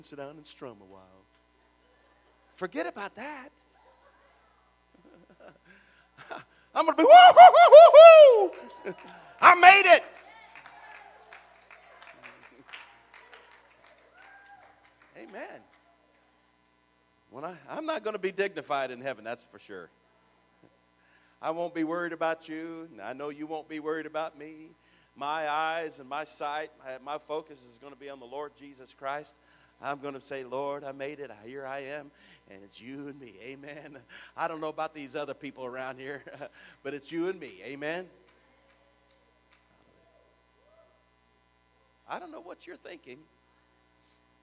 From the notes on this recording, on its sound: Sermon preached at the Oak Park Pentecostals, 1920 Chester Blvd, Richmond, IN 47374.